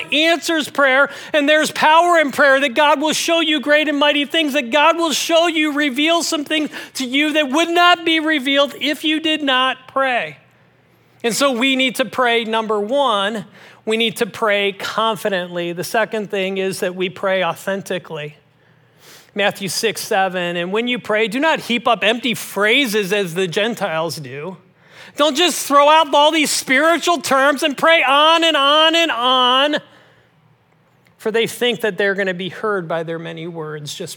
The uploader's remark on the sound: This message was originally preached at Highpoint Church on Sunday, July 9, 2023.